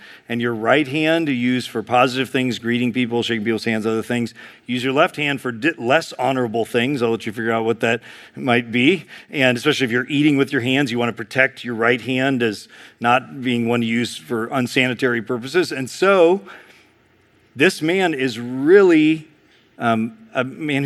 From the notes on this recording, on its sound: preached in February 2023 at Sojourn East